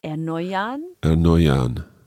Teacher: just not pronounce the R at the end, but turn it more into an A sound